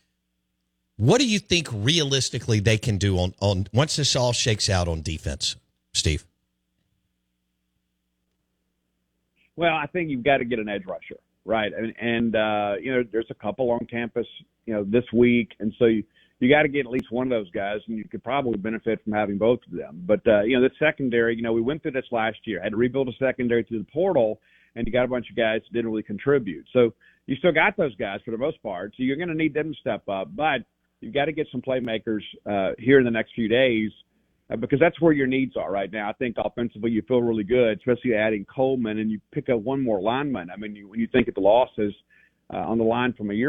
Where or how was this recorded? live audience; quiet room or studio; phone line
phone line